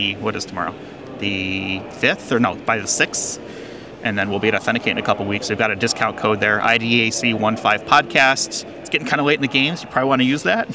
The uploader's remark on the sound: Recorded live at the Identity Week America 2023 conference.